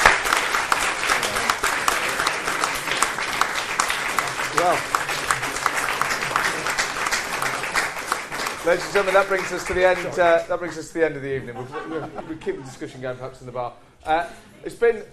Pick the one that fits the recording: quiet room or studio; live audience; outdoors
live audience